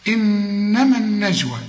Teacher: لغينا الألف بتاعت إنما لأنها سكنة واللام سكنة